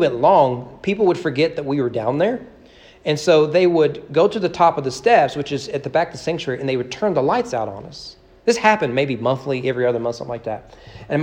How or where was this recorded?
large echoing room